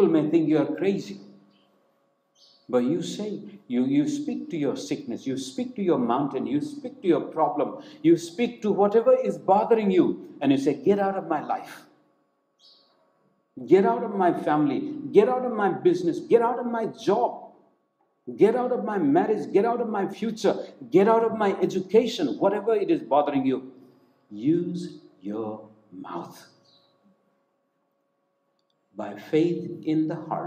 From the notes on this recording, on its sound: preached in Hope Church, Guwahati on January 17, 2021